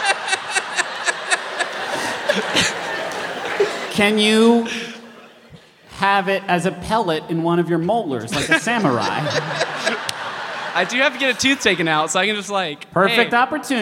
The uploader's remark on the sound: our big, wild live show from Atlanta